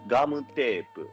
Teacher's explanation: ガムテープ、これって母音はあうええうね